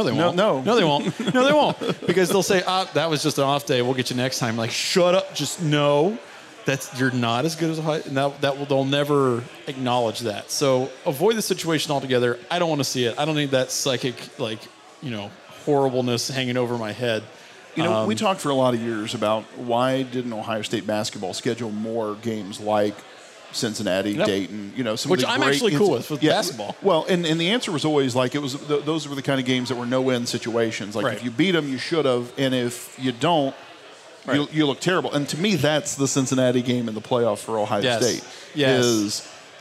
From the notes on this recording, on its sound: The Dubcast kicks off its Buffalo Wild Wings road show with a recording from the Grandview location with an audience of rowdy Cleveland Browns fans.